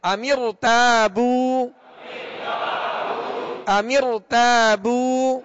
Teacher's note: اس را کو پر یعنی موٹا کر کے پڑھیں گے